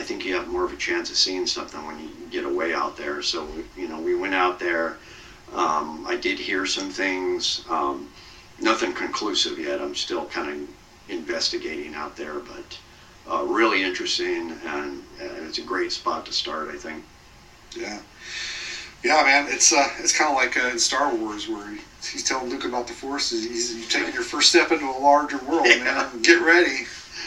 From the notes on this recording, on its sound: AUDIO QUALITY WARNING: Not the best audio.